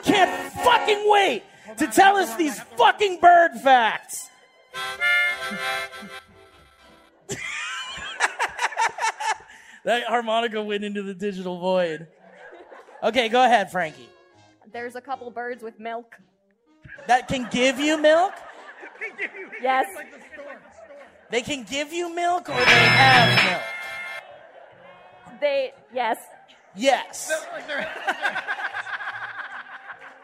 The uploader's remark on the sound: LIVE! From The Crystal Ballroom in Boston! To perform LIVE in Boston Massachusetts, at the Crystal Ballroom!